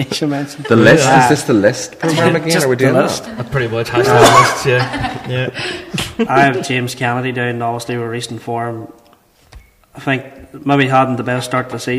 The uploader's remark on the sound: BIG RAB SHOW PODCAST LIVE AT PIPING LIVE 2019.